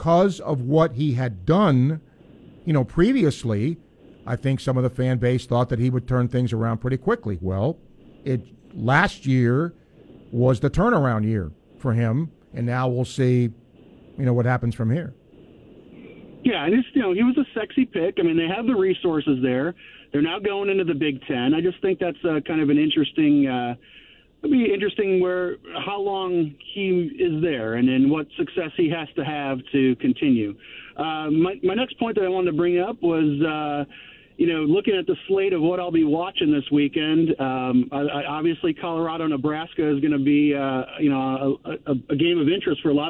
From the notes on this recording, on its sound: Listeners called.